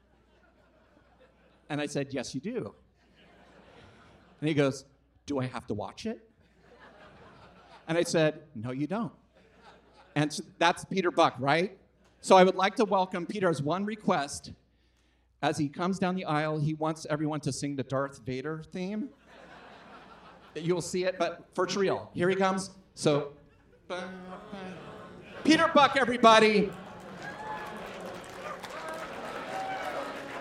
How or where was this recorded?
live audience